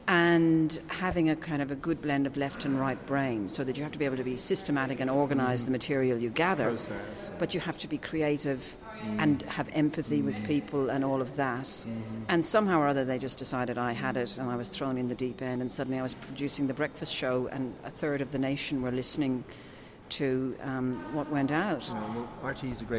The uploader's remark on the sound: This interview, recorded last week at the GEN 2016 Summit